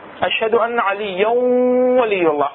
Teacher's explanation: بقت الغنة موجودة، الصوت اللي بالخيشوم بقى موجود